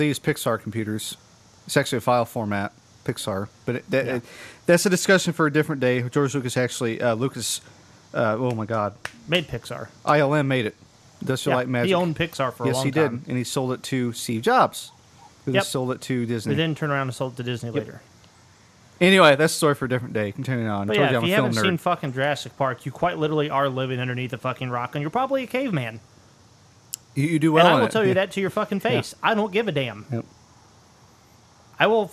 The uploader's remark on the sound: This was recorded outside while making beer. It's balls ass hot, like heat index of 110, and the cicadas serenade us throughout.